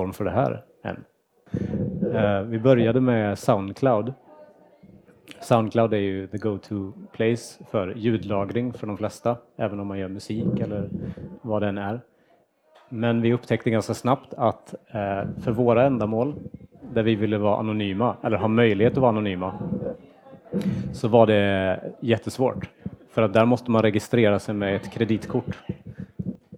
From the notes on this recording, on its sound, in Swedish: Inspelad vid stockholms anarkistiska bokmässa 2017